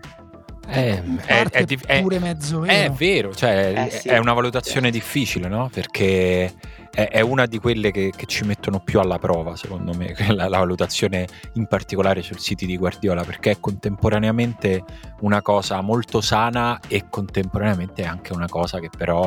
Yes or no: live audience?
no